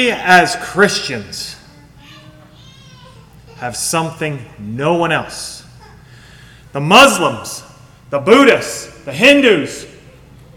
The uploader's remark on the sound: Sermon Recorded at Millmont Mennonite Church recorded on 7/16/2023